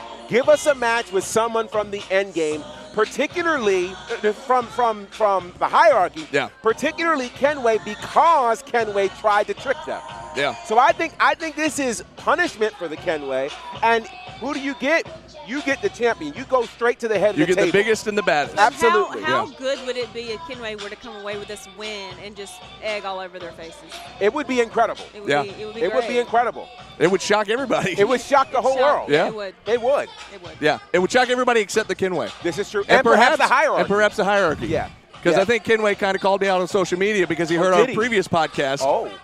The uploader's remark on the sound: the LIVE SHW58 Year Of Honor Pre-Show from The Action Building in Canton, Georgia!